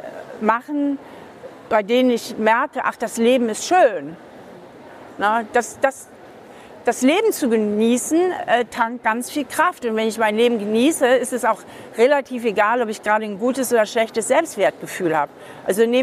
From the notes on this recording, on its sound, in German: live auf dem FFF DAY